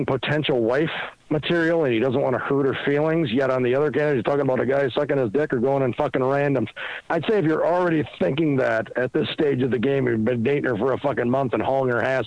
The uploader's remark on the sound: Phone calls.